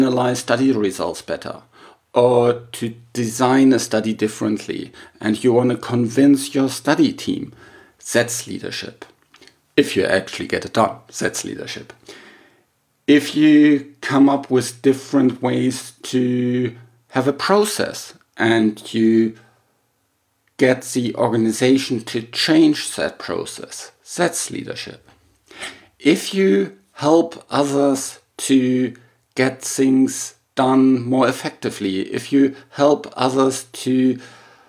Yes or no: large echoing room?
no